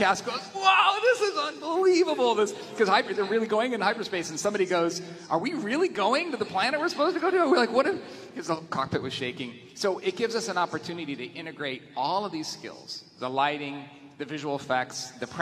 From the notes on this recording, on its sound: We bring the panel from Star Wars Celebration 2023